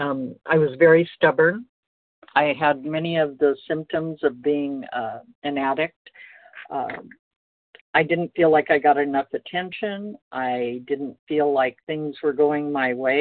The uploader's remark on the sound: 100 Pounders Phone Meeting, 5/15/23